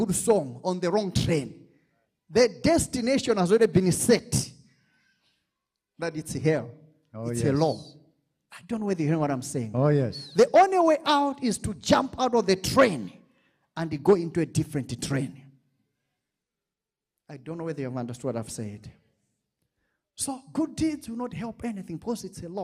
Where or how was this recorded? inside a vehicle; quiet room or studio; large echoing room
large echoing room